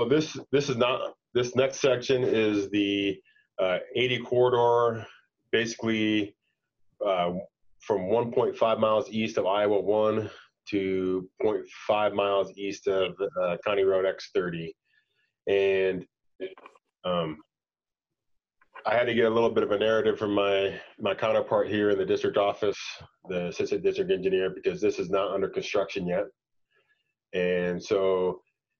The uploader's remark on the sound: Zoom meeting